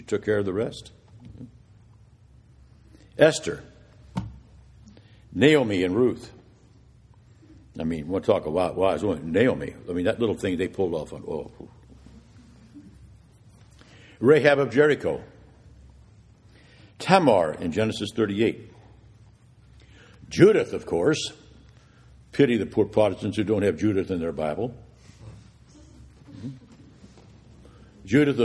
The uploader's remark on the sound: This is the audio from the Vespers Service